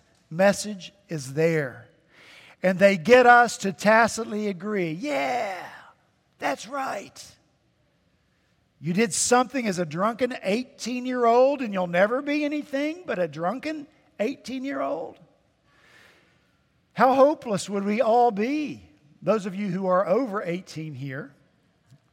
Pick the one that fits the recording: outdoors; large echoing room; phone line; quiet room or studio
large echoing room